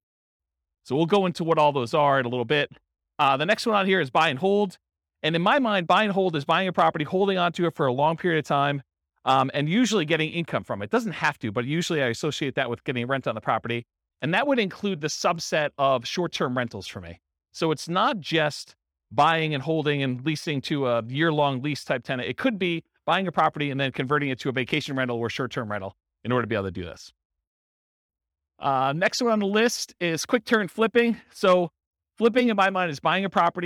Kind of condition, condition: setting, live audience